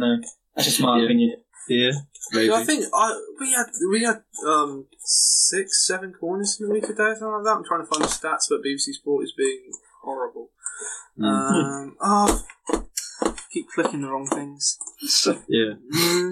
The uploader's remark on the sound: The audio seems a bit off this episode however should be fixed for the next one.